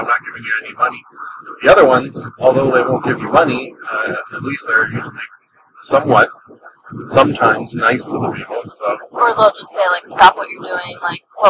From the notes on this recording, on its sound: Apologies for the audio quality! When I record these by myself it is for some reason much more easy to get the audio sounding at least half way decent...